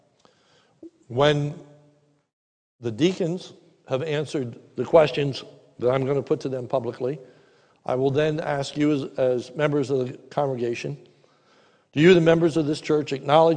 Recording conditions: large echoing room